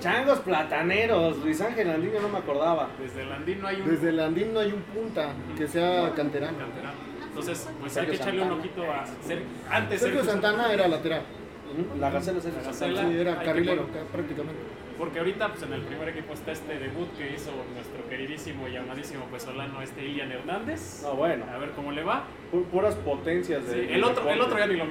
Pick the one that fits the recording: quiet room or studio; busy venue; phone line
busy venue